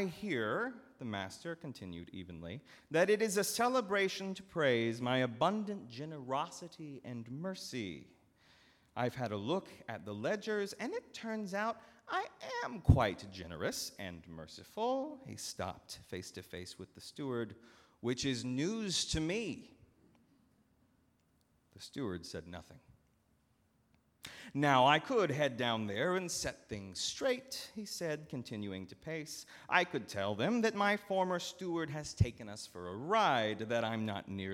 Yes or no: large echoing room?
yes